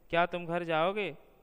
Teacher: इतना अवश्य है कि कभी कभी बोलचाल के लिए प्रश्नवाचक वाक्य में संगीतात्मक स्वराघात अवश्य मिल जाता है, जैसे क्या तुम घर जाओगे, वाक्य में जाओगे का उच्चारण कुछ ऊंचे स्वर में होता है